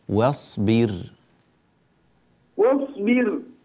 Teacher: في كلمة واصبر رقق الواو أكثر